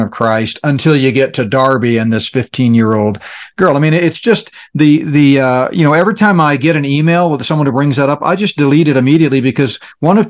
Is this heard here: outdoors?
no